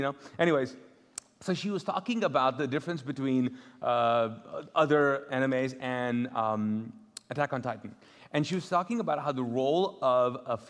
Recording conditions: large echoing room